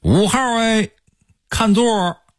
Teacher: 不管多少号，他们说出来都带儿化韵，而且呢拖着长长的尾音